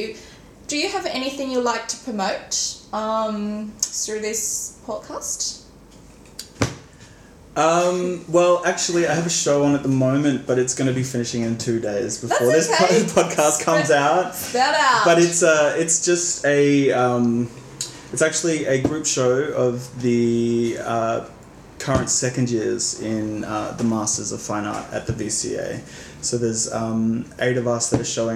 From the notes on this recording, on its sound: As this episode was recorded in my kitchen, there were some unavoidable background noises.